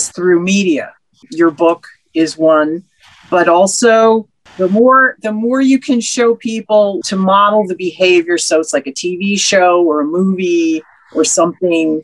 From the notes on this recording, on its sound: Listen in to the Zoom party